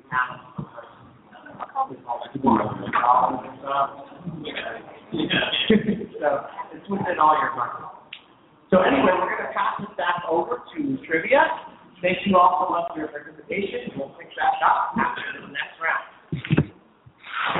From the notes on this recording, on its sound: The Hunger Games Fireside Chat will be broadcasting live from the Hunger Games Exhibition at Discovery Times Square, as part of New York Super Week. On-site fans ask questions and take part in some Hunger Games trivia.